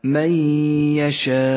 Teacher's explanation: حكم الإدغام بغنة في قوله تعالى من يشاء، النون الساكنة جاء بعدها حرف الياء، تدغم النون بالياء فتسقط النون من اللفظ